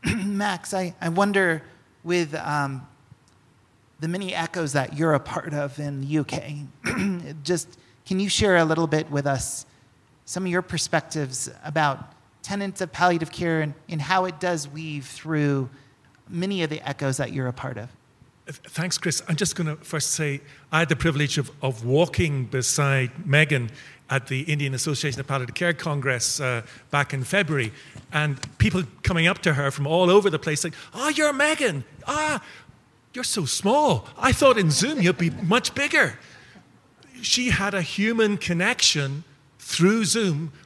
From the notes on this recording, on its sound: in a panel at the recent MetaECHO conference in Albuquerque, New Mexico